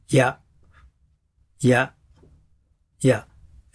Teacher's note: 「い」に近く下唇をちょっと前に突き出します